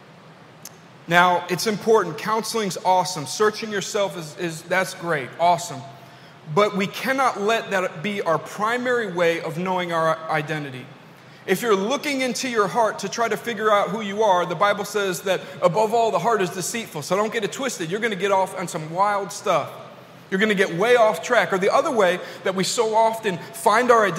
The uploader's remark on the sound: This message was delivered at New City Fellowship: West End in St. Louis, MO.